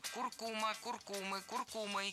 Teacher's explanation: Куркума, куркумой, куркумы – это неверно. Название этой пряности и растения имеет ударение на втором слоге – куркума. И при склонении это ударение не меняем.